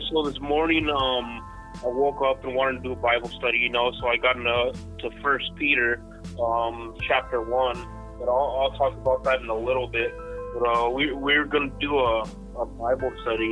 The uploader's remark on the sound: Live from Dessert Hot Springs California. This is was an awesome phone interview.